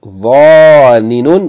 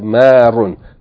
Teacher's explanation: The irregularity in it is that the second radical, because it's identical to the third radical, it loses its vowel · Shown in: second take · it's merged in with the third vowel, written once with shadda, and the first radical takes its fatha alif.